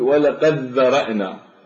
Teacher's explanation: فهذا الدال لا يبقى له صوت ويشدد حرف الذال ويدغم الدال بالذال. ولقد ذرأنا نكتبها حتى نعرف موضع الإدغام من قوله تعالى ولقد ولقد ذرأنا. · Term: الإدغام الصغير